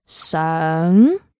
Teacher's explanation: Now this is a high rising tone. Say it like you're asking a question.